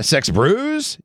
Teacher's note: You got to add the emphasis there on the last syllable when you do the Sex Brews.